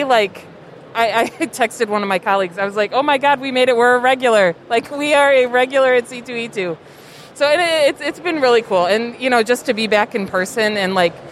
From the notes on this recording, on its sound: C2E2 in Chicago is back! Spend some time on the convention floor.